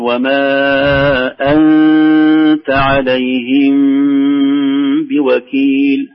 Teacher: النون الساكنة بعدها تاء من حروف الإخفاء، والميم الساكنة بعدها باء هذا أيضا إخفاء شفوي، فنقول وما أنت عليهم بوكيل هكذا.